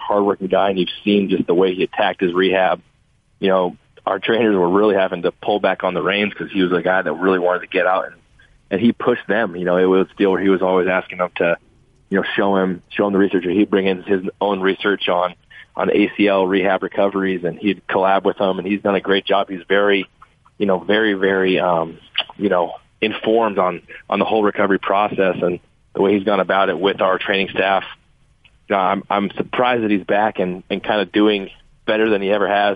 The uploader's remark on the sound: Called in to talk about what he's been up to during the Bye Week.